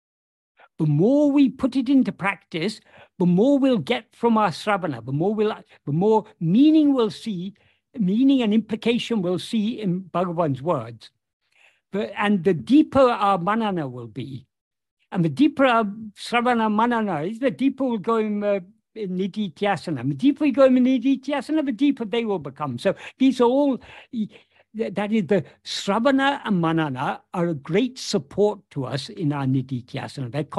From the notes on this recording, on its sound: In a Zoom meeting with the Ramana Maharshi Foundation UK on 9th December 2023